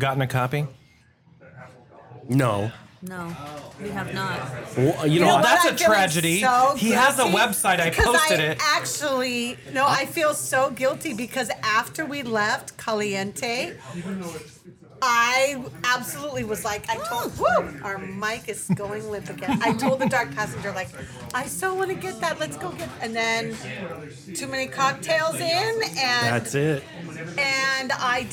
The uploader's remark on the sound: LIVE recording at the Bamboo Club in Long Beach